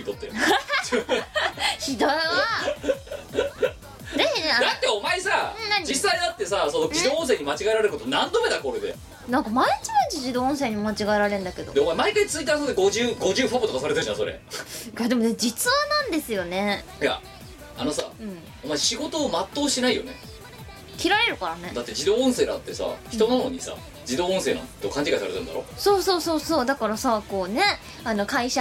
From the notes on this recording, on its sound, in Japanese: 収録時の機材トラブルか、今回も全体的にノイズが乗っています。ある程度対処してはおりますが、一部不自然に聴こえる、ノイジーな部分が残っております。